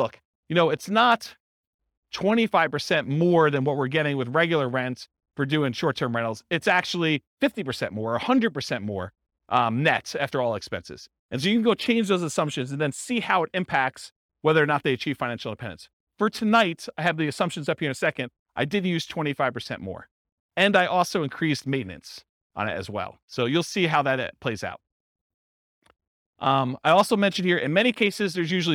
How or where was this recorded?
live audience